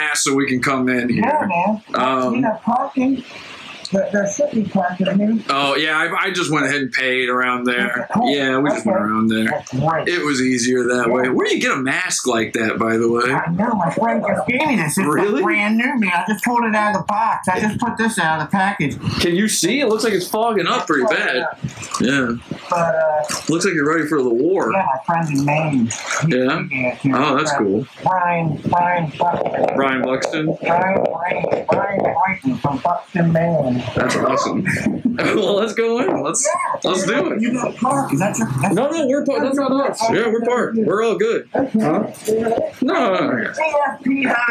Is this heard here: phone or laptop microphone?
yes